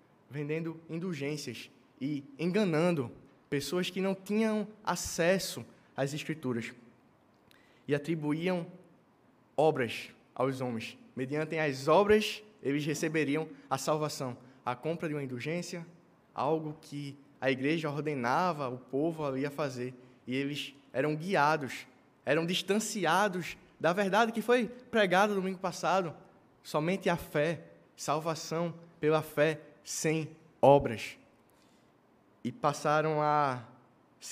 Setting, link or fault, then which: setting, large echoing room